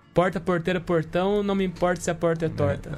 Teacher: Então é o R retroflexo aí